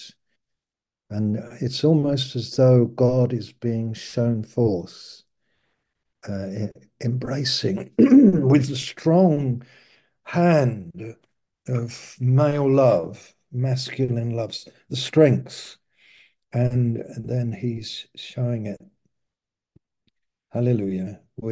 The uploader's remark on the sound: Malaysia Meets (Zoom).